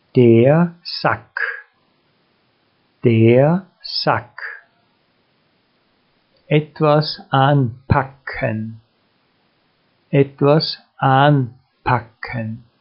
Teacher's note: Die Buchstaben CK spricht man beide zusammen wie das K aus und den Vokal davor kurz und etwas betont.